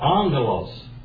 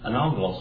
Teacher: You swallow this one. You swallow the first gamma and you change it to an N sound.